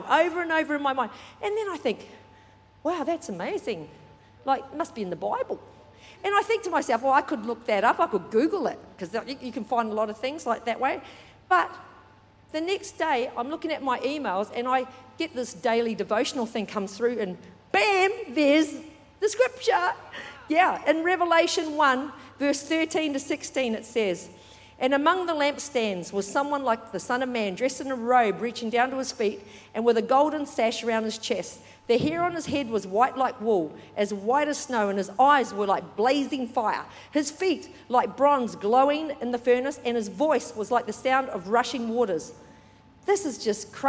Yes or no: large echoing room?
yes